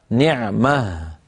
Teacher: وأغلب العرب تجعلها في الوصل تاء وفي الوقف هاء، وفي الوقف هاء ساكنة، وعليه فلا يدخلها الروم ولا الإشمام. · Term: هاء التأنيث